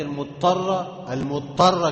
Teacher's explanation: ادغمت الضاد في الطاء وشددت الطاء